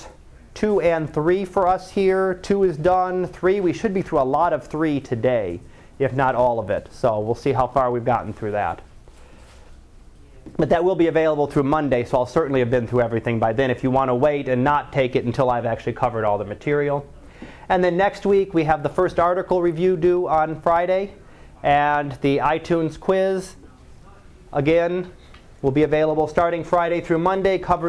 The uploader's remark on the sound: Live Class Lecture